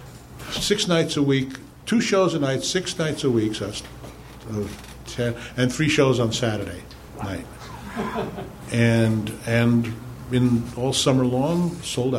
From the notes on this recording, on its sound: Recorded live at Nerdmelt on August 4, 2013.